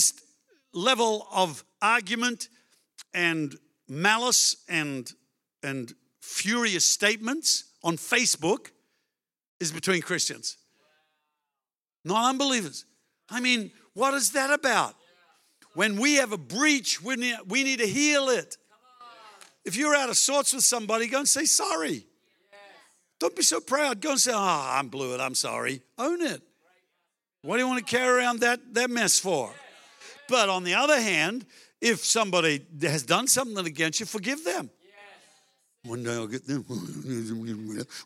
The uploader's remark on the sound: Melbourne East. Recorded during our 9am service on Sunday, the 10th of September 2023.